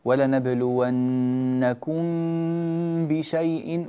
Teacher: ولنبلونكم بشيء هنا غنة غنة الميم المخفى عند الباء فلا تتركها